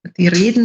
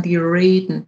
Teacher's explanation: Fulpmes ist ein Ort im Stubaital und da wird ein sogenanntes retroflexes R produziert. Das heißt, das R klingt dort wie ein amerikanisches R. · Shown in: second take · Also die reden nicht, sondern die reden.